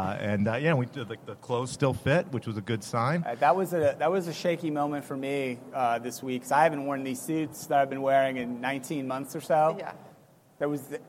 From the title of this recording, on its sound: LIVE from the HR Tech Conference